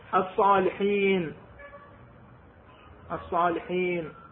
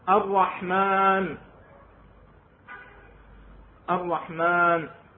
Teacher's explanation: إدغام لام التعريف بلا غنة بالحرف الذي يليها · Term: ادغام لام التعريف